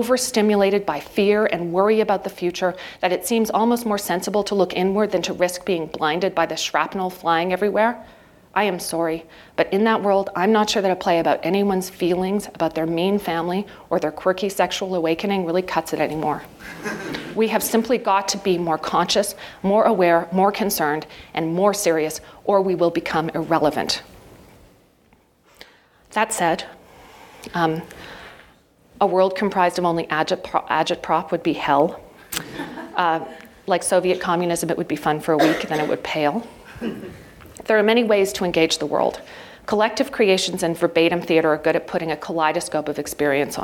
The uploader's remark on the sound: PlayWorks Ink keynote address.